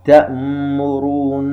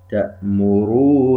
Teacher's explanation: لا نشدد على مخرج تلك الميم أو النون وكأنهما مشددتين أو مخفيتين · Shown in: second take · Term: غنة غير مستطالة